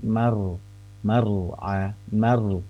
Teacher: Manya tipis, tapi ro sukunnya tebal.